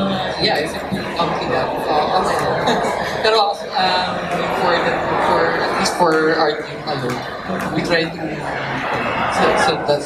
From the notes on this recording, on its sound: CHOPSOY Comics Interview at Cebu Lit Fest 2018. Cebu Lit Fest 2018 panel interview.